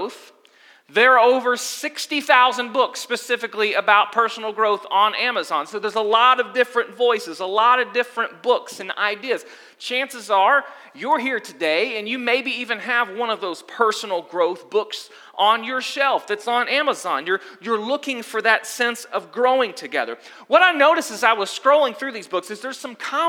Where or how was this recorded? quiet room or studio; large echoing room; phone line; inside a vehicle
large echoing room